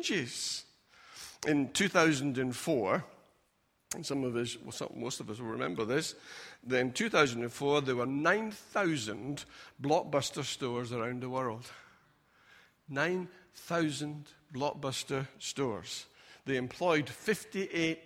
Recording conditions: large echoing room